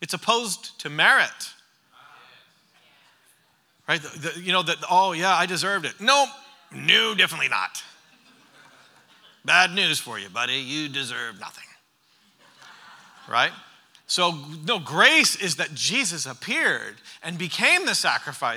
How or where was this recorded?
live audience